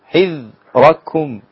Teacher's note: الذال ساكنة وليست مقلقلة